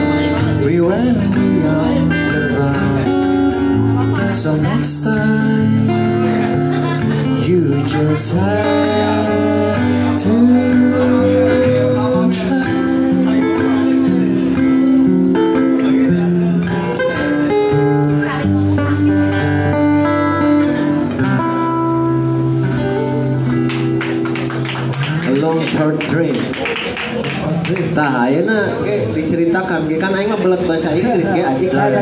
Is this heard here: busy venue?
yes